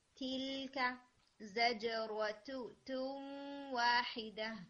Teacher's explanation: جب آپ تا کو ہٹ کریں نا تو اس میں تھوڑی ایئر آپ کی آنی چاہیے